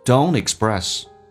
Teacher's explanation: 可以把 t 跟 d 去掉，用 n 跟后面的元音形成个连音